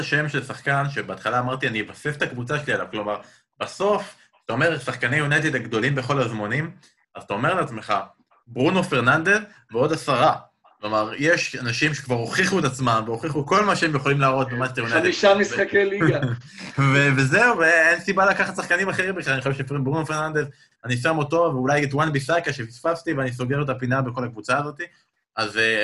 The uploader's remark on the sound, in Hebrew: פרק נוסף שהקלטנו בזום מול קהל לייב, מרגישים ממש כמו סיטקום אמריקאי.